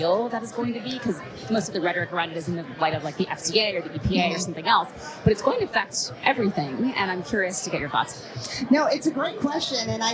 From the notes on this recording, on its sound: At CoinDesk's State of Crypto event in Washington, DC. In this special live episode of "Money Reimagined,".